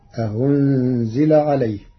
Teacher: قرأ ورش كلمة أأنزل بتسهيل الهمزة الثانية بين فتصير أهنزل عليه.